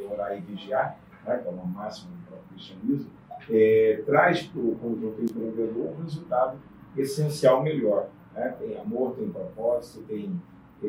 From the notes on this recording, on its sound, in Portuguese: Pedimos desculpas pela qualidade do áudio